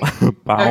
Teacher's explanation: it's a nasal sound, like a ow